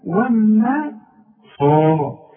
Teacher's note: الصاد بقى من اعلى درجات التفخيم لانها بعدها الف